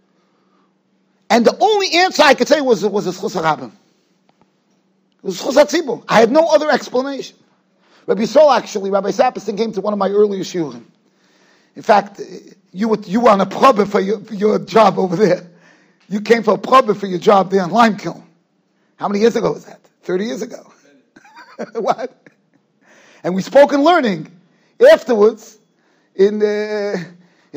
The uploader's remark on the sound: Shiur recorded in Yeshivas Ohr Reuven, Monsey, NY.